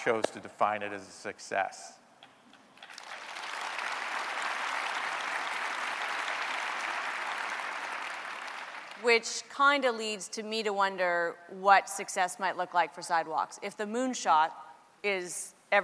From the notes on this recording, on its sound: In #Toronto, at #The Elevate Technology Conference and captured his talk on stage.